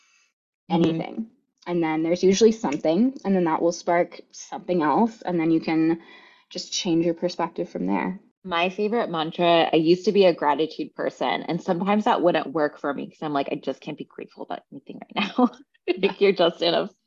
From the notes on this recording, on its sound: We were on a coaching call and I asked her if we could start recording this episode for you